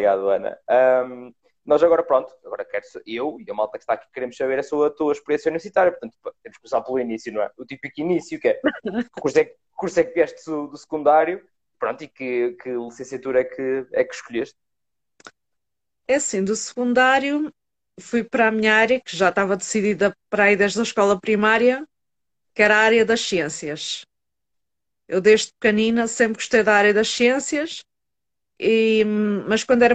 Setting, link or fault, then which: link, video call